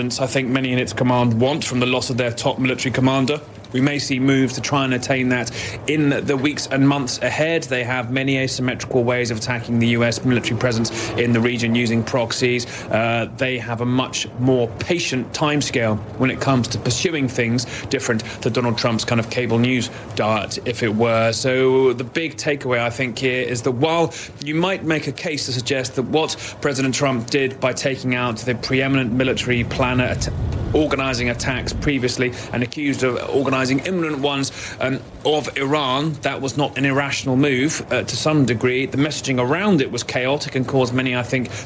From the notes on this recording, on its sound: live from the New York Stock Exchange